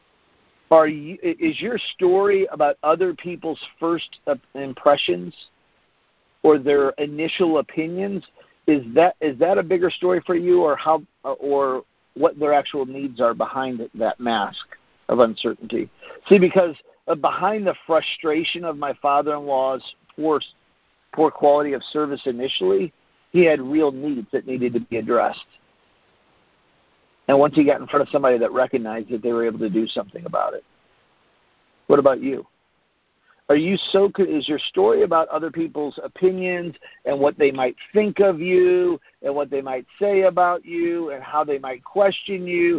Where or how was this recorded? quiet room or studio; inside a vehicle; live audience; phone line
phone line